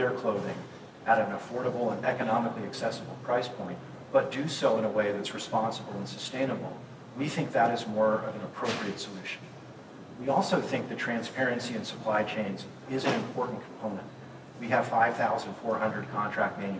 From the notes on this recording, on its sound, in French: La qualité du son, capté avec un téléphone, n’est pas optimale et nous vous prions de nous en excuser